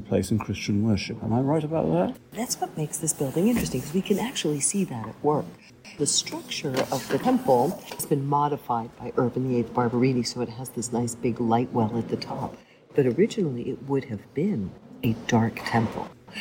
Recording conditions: background noise